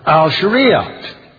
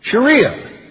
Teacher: That's hidden T only pronounced in the classic, not the modern. · Shown in: first take